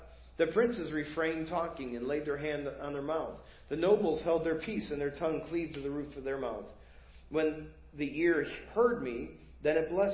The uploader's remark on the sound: Preached at First Baptist Church of Hazel Park